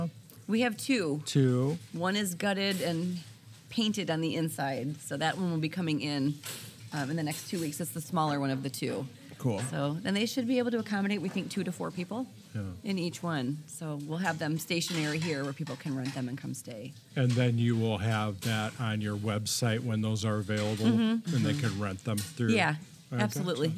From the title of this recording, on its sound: Live from Blue Moon Vintage Market